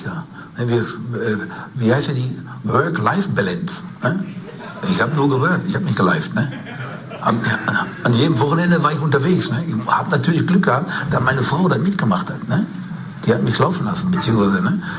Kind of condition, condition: setting, live audience